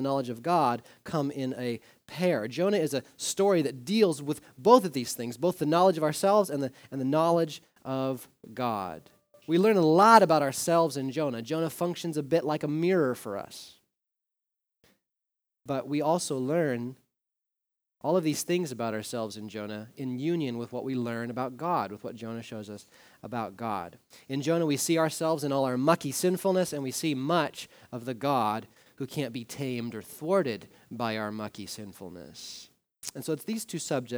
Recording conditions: large echoing room